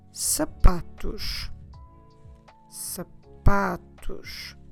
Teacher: I'm stressing here the second to last syllable because that's a general rule in Portuguese if we have no accents.